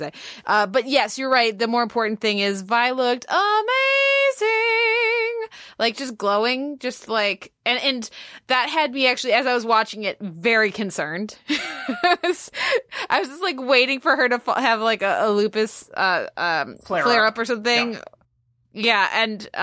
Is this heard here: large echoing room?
no